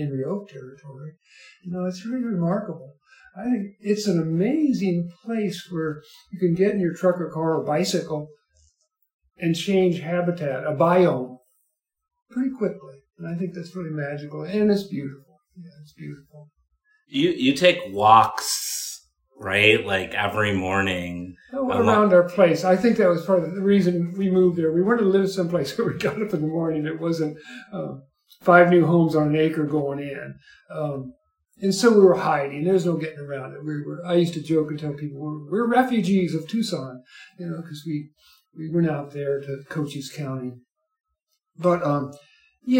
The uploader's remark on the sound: I am moving (within Tucson) and somehow lost my recorder. I apologize if the sound is off at all.